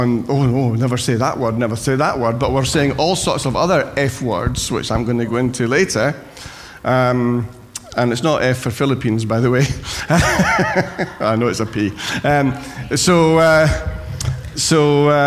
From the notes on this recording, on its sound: Recorded at freedomcentre church, Preston on Sunday 22nd January 2017